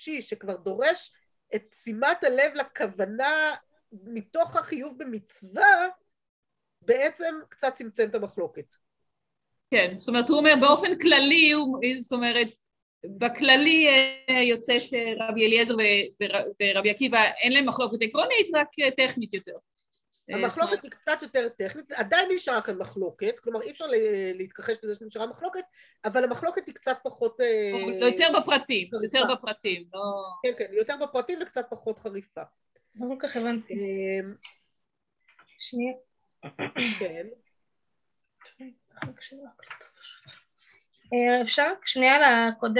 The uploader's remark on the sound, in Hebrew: השיעור הועבר והוקלט בזום